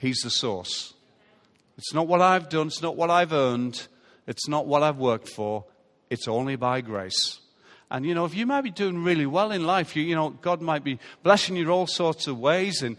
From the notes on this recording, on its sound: Recorded live at Life Church on Sunday 9th April 2017.